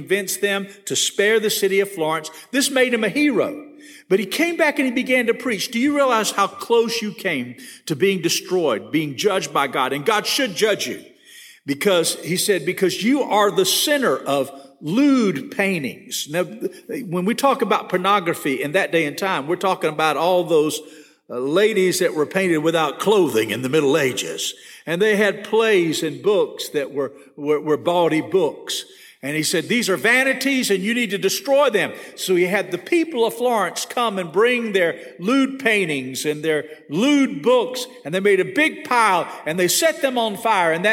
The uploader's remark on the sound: This session was recorded at First Baptist Church Hendersonville, NC on March 23, 2022.